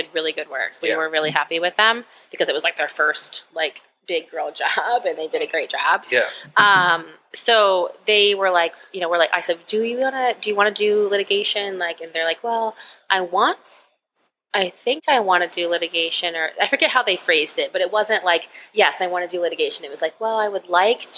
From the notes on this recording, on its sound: This episode of the Triple D Podcast was recorded at Six Shooter coffee on Pearl Road in Cleveland.